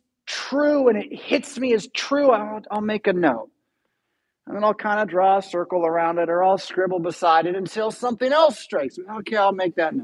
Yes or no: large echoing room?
yes